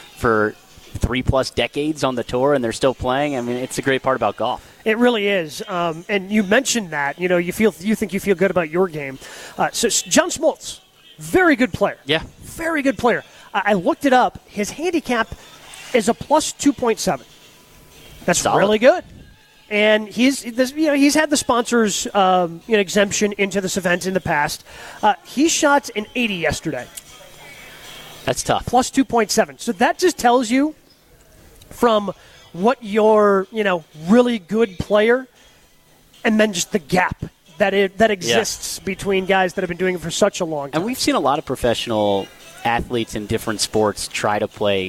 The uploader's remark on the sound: Live from the AMFAM Championship.